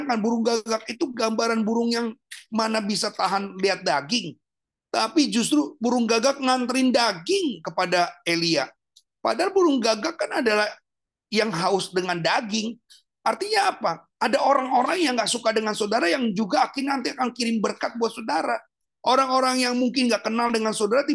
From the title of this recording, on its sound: Audio Zoominar